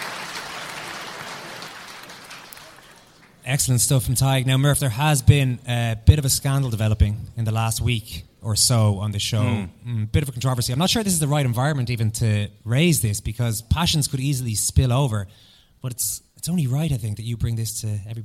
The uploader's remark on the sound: SECOND CAPTAINS LIVE FROM LIBERTY HALL THEATRE. Welcome to a very special recording of the show from the historic Liberty Hall Theatre.